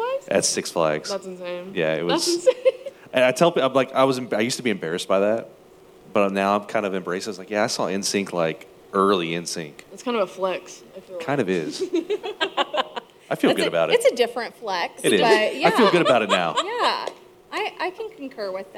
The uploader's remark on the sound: a live recording from our favorite venue